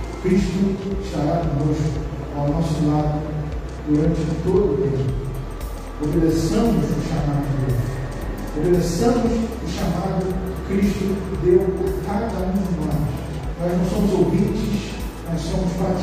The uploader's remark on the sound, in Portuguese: Mensagem gravada em Igreja Batista Central em Jardim Amendoeira São Gonçalo - RJ